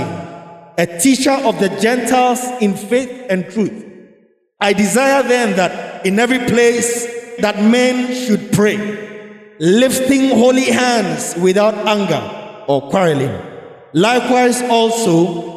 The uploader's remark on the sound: Sermon preached at CBC Shiashie Campus